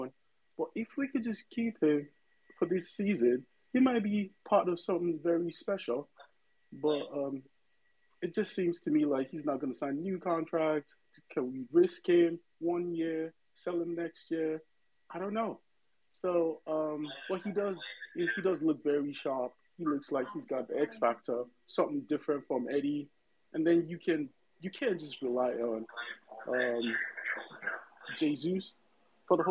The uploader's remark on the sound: post-match phone-in (via Twitter Space)